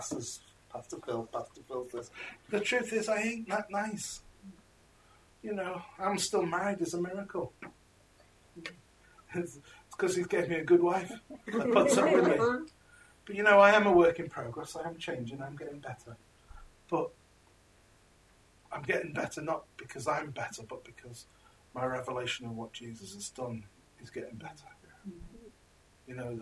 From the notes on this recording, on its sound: This message was preached at Encounter Revival Centre Church in Crewe, England.